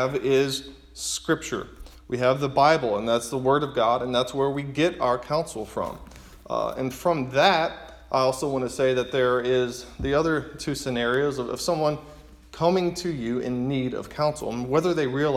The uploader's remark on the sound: preaching at his church